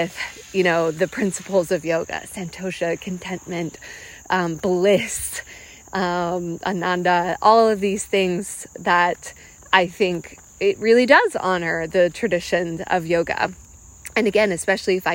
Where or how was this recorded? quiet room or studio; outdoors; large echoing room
outdoors